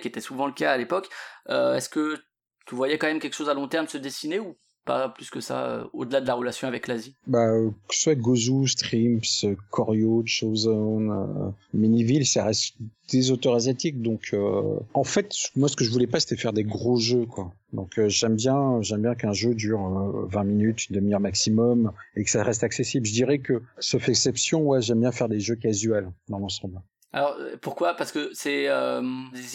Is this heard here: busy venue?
no